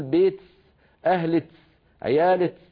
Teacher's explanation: من العرب من يبدل كاف المخاطبة المؤنثة سينا